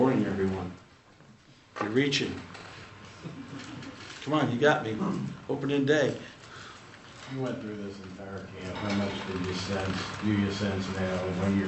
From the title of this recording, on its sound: Press Conferences & Post-Game Interviews